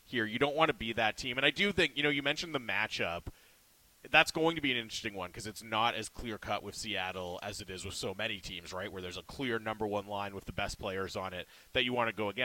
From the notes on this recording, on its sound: LIVE from Canucks Alumni Luncheon!